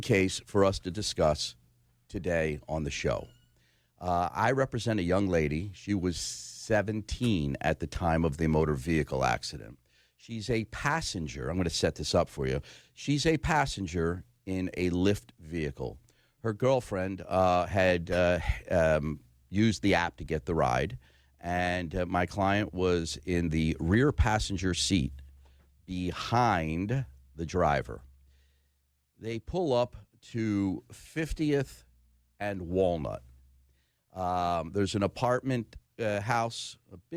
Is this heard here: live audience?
no